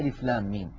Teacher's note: فندغم الميم الساكنة في الميم المتحركة · Term: مد لازم حرفي